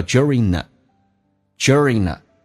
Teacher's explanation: ing 结尾用 g 去掉，用 n 进行连音